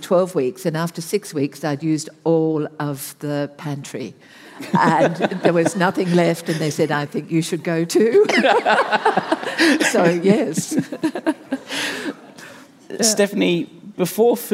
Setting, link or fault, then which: setting, live audience